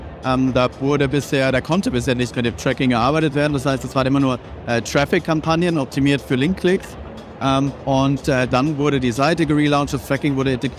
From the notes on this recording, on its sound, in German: Live Podcast von der OMR2023. In unserer Guided Tour über das Festival.